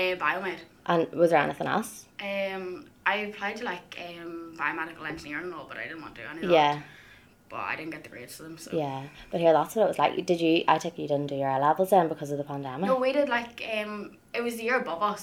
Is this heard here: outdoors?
no